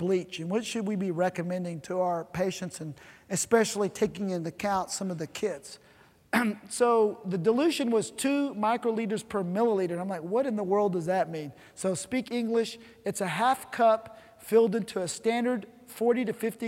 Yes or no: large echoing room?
yes